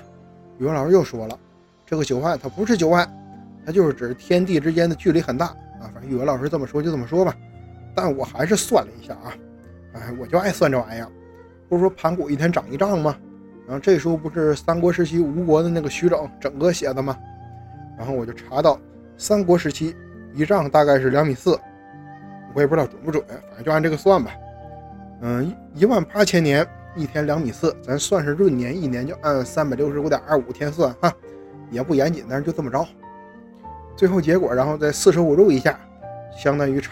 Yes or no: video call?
no